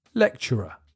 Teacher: the CT in the middle becomes a CH sound when you speak quickly.